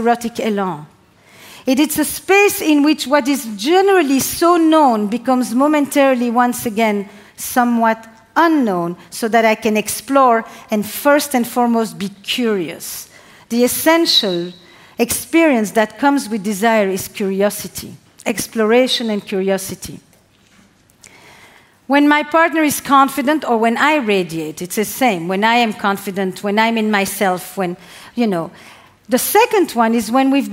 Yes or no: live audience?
yes